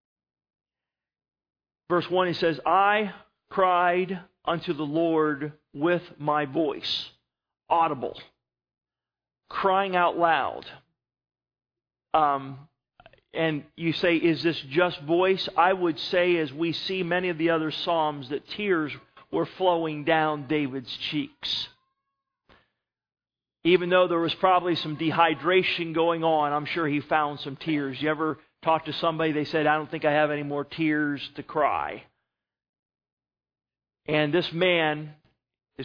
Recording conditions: large echoing room